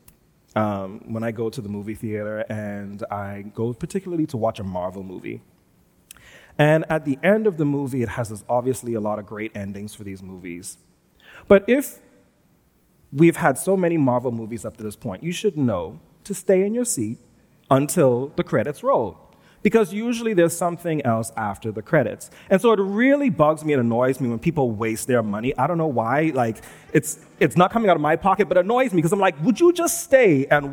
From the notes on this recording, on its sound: Recorded live at New Providence Community Church on February 13, 2022.